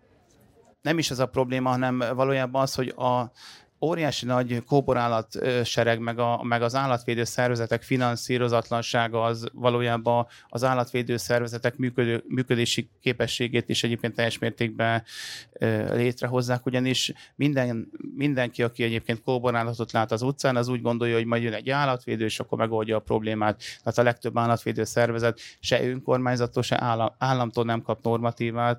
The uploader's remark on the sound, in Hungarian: A 2023-as Szegedi Ifjúsági Napok huszadik jubileumát ünneplő Civil Falujában rögzített beszélgetéseket. A felvétel a fesztiválon készült, így hanghibákat tartalmaz.